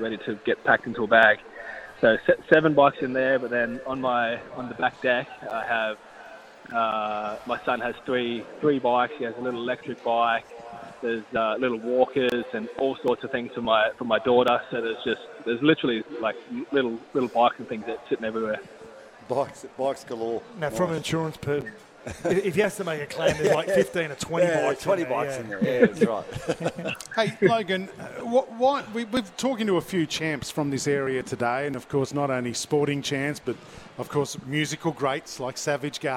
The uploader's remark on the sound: LIVE from the Sporting Globe in Logan